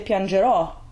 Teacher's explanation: The accent mark over that O, it makes it the stressed syllable of the word